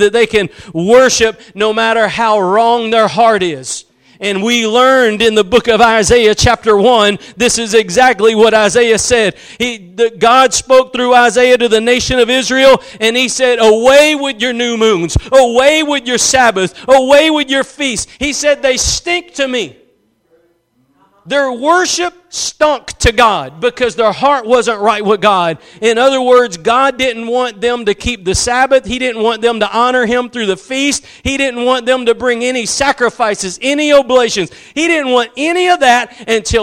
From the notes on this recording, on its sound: Preached at Gospel Lighthouse in Bossier City, La.